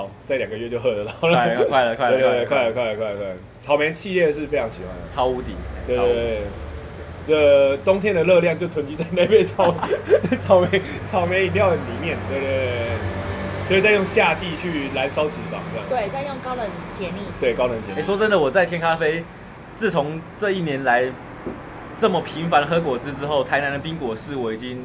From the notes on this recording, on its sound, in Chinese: 錄音地點：牽咖啡 Chen Coffee